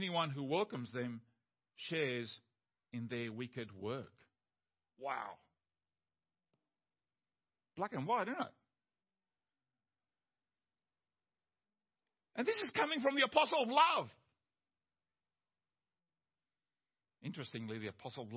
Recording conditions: large echoing room